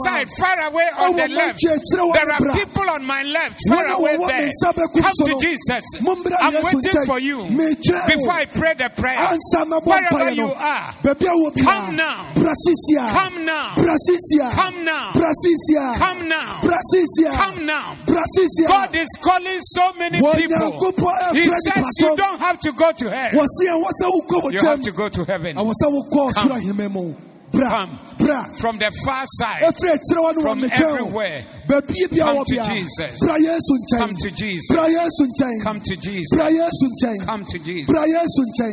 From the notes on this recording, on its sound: Preached at the Zeloo Service